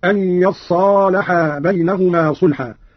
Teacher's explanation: قرأ قالون بفتح الياء وتشديد الصاد بعدها ألف هكذا